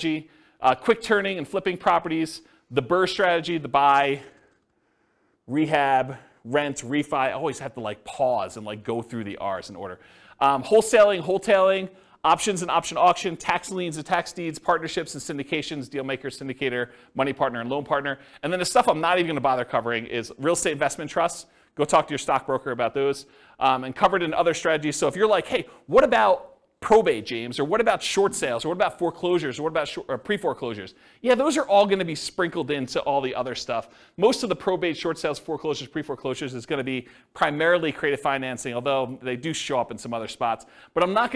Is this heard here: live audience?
yes